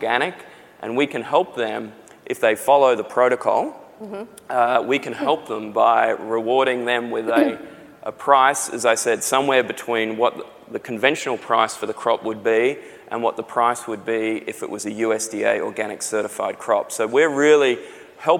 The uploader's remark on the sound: The best of live interviews from GreenBiz events.